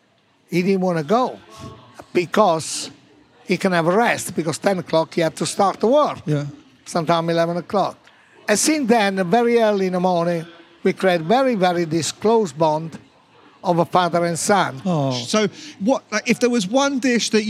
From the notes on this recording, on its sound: Recorded at the BBC Good Food Show.